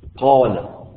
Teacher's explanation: القاف مفخم نحو التفخيم، الألف بعدها تفخم معه